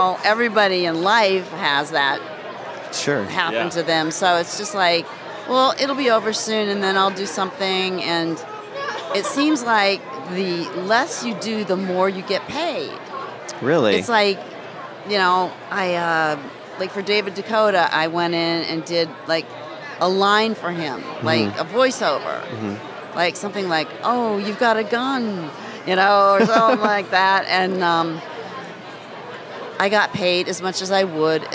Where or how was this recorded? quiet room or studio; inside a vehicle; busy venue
busy venue